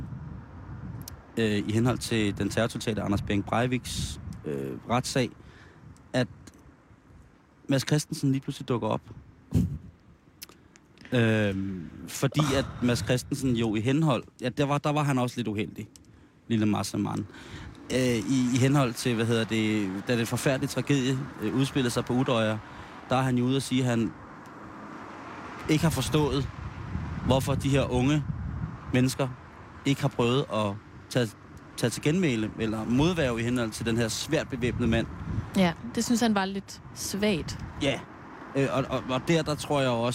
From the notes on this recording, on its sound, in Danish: Sender live udenfor Ørsted Hus.